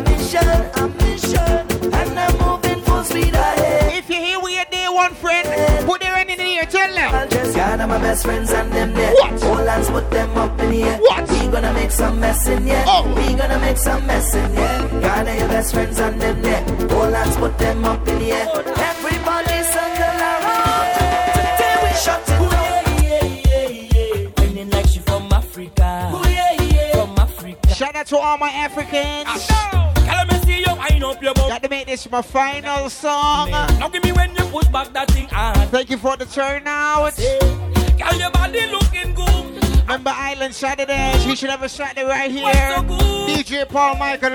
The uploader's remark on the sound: LIVE ON AUGUST 20TH AT ISLAND SATURDAYS IN PROVIDENCE, RI